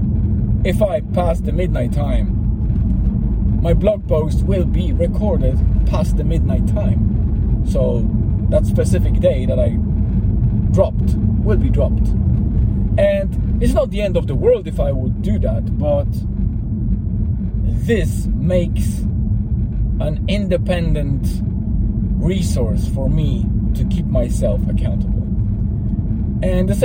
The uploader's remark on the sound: I have recorded it on my way to (in)famous Eany Water, just before the sunset, to calm my body and mind, with a companion of river noise and the ambience of the forest.